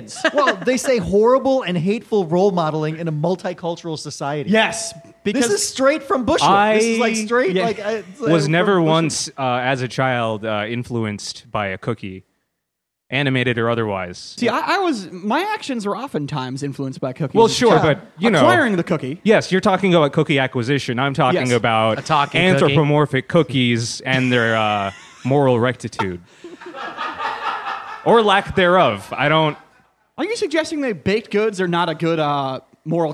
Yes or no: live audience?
yes